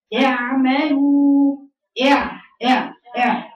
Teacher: يبقى وانا بقرا اقول اعملوا اع اع اع ما بقولش اعمل ما بقطعش الصوت انا بدي التوسط وبجيب الصوت الجميل الموجود في العين